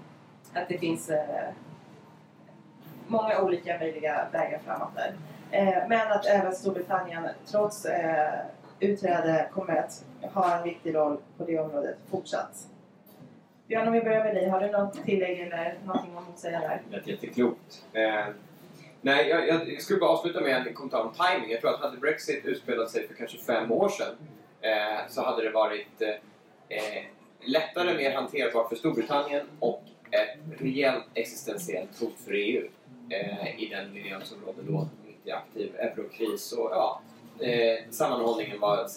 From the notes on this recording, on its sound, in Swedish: UI i Almedalen. Vi ber om ursäkt för sämre ljudkvalitet då rätt teknik inte fanns tillgänglig. Seminariet anordnades i samarbete med Hanaholmen och Ålands landskapsregering.